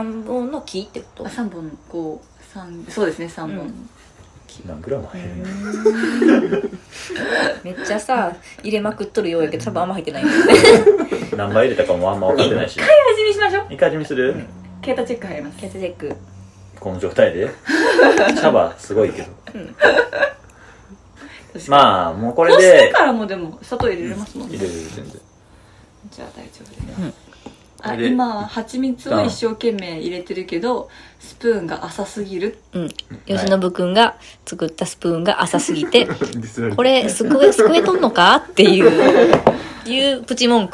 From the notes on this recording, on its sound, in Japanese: お鍋でグツグツ作業しながらの収録だったので、ちょっぴり（かなり）ガチャガチャした音声をお届けしちゃってます。